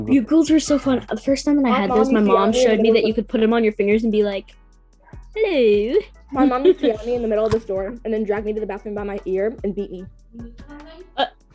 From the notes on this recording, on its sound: Warning, this is a very chaotic and loud episode. Me and my friends decided to record a zoom meeting and post it.